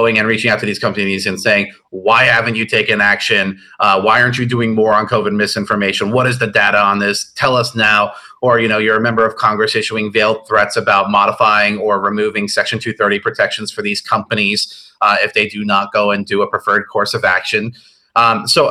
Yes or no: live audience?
no